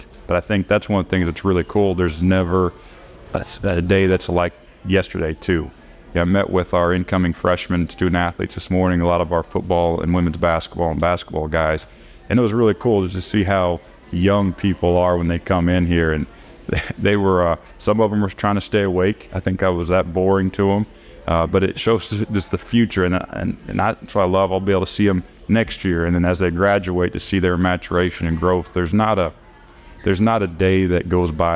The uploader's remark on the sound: live on the T&L Catfish Tour from the Little Dooey